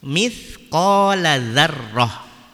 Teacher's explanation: Dan huruf za sama juga makhrajnya dengan huruf tha. Makhrajnya sama dengan huruf tha. Jadi tidak berdesis.